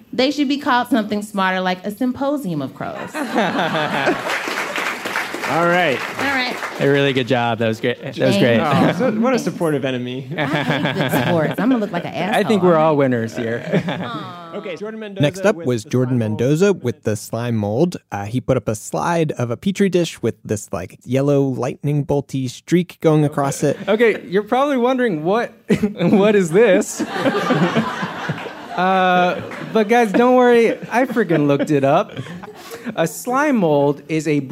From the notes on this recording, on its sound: It’s a live game show. Was recorded as a live show back in May 2019 at the Greene Space in New York City.